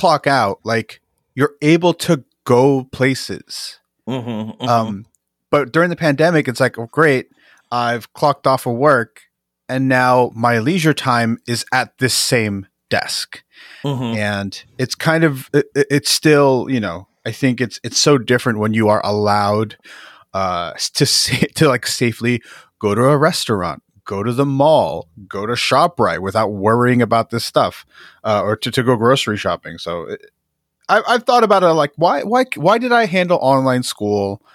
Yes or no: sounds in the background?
no